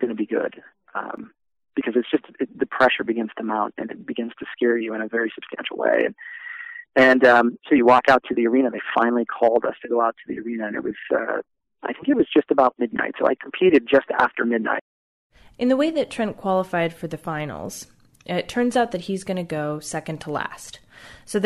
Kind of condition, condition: link, phone line